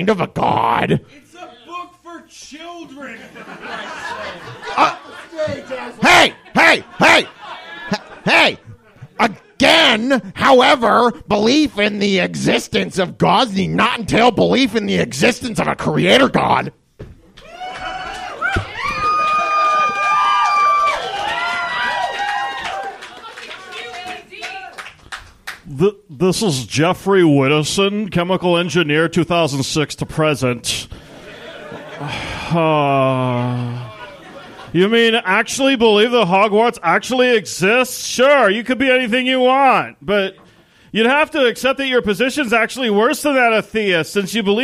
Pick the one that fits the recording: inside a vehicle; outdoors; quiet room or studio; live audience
live audience